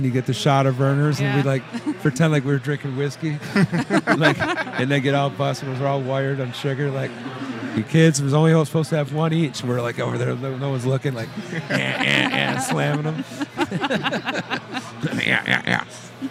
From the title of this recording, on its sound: Live at Rock N Pod Expo 2